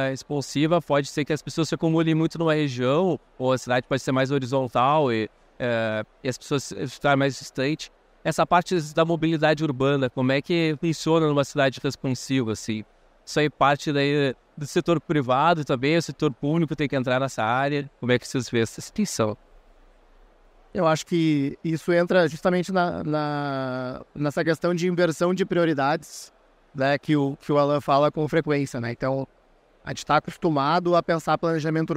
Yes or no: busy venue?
yes